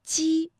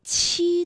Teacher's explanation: 读七的时候会觉得要用力喷一口气 · Shown in: second take